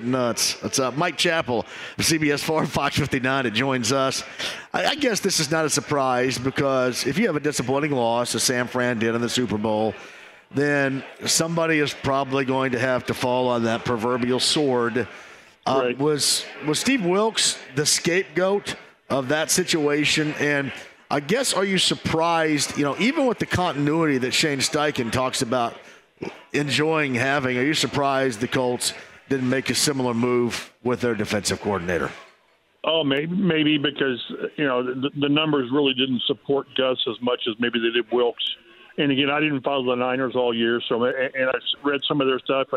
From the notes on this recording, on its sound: Live from Brothers downtown. Taking some comments and questions from listeners online!